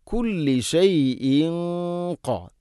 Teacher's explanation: തൻവീന് ശേഷം ഖാഫ് ഇഖ്ഫാ ബിഗുന്ന തൻവീനിനെ അവ്യക്തമാക്കി മണിക്കണം. ഖാഫ് സ്വരഭാരത്തിൽ ഉച്ചരിക്കേണ്ട അക്ഷരമാണ്.